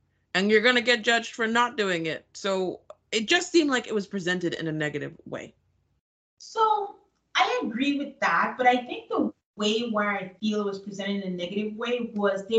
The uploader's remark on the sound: We unfortunately had audio issues this episode